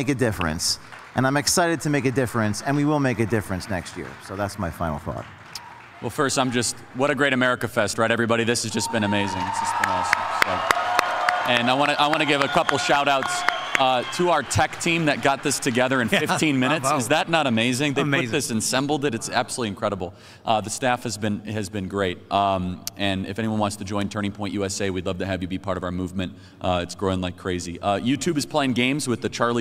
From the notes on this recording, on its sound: LIVE From TPUSA AMFest. LIVE at America Fest 2023 in Phoenix, Arizona.